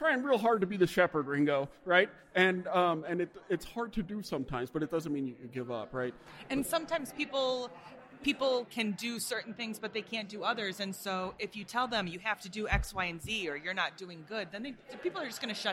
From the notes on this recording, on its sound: Live from the Emerging Contaminants in the Environment Conference. A really cool conference.